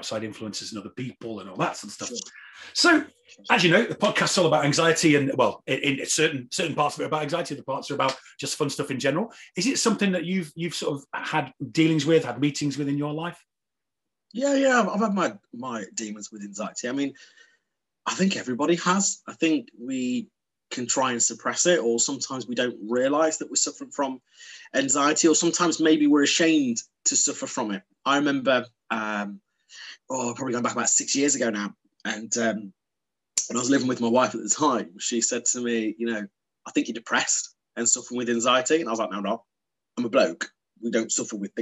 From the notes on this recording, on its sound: Over zoom from the Zen Den.